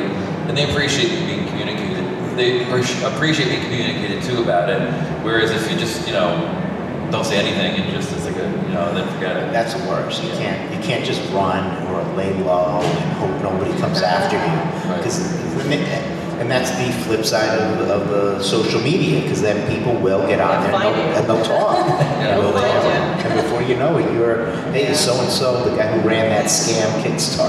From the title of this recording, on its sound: London Comic Con 2018 Panel